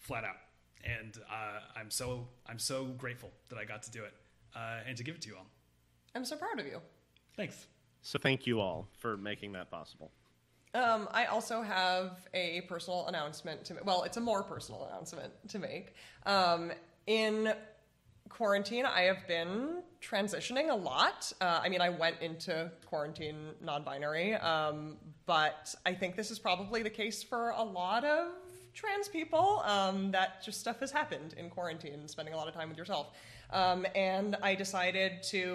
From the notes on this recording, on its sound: questions come directly from the live audience